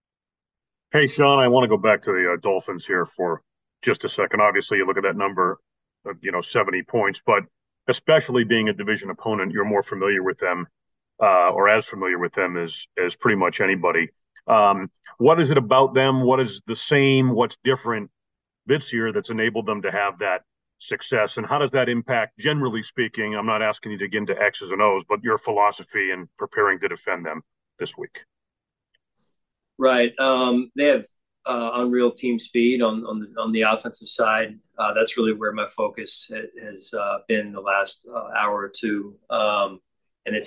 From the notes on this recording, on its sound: Speaks with the media via Zoom.